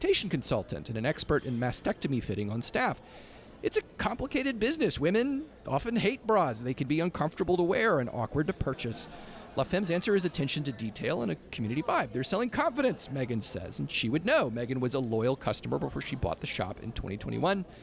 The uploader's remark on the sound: Out to Lunch Acadiana was recorded live over lunch at Tsunami Sushi in downtown Lafayette.